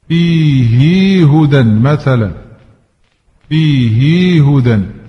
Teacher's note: الكسر والصلة بياء إذا وقعت بعد كسرة أو ياء ساكنة